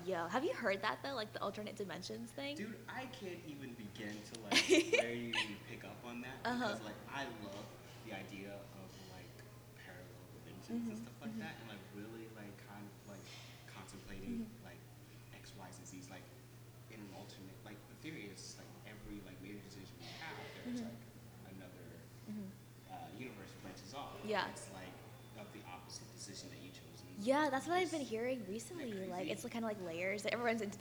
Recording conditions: poor sound quality